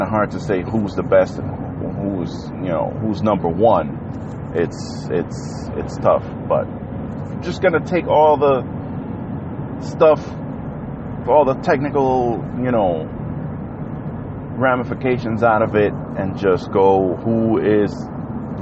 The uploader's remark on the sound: The Everything Carcast!